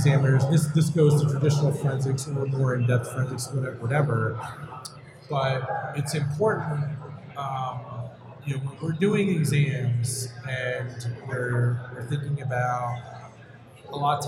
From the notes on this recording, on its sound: live on stage at the Magnet User Summit in Nashville.